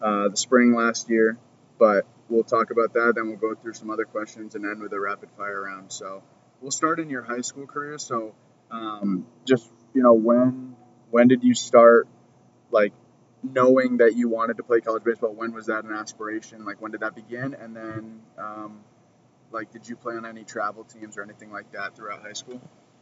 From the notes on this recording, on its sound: Today we are poolside in Tampa, Florida. A little windy down here so please stick with the audio, it is not the best at times. Note taken, do not do podcast outside in wind lol.